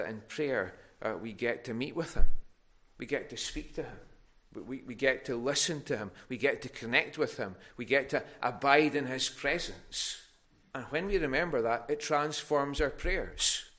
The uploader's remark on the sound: Recorded at North Harris Free Church on Sunday evening 24th October 2021.